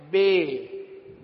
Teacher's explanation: با کو بی کی طرف مائل کرنا ہے · Term: امالہ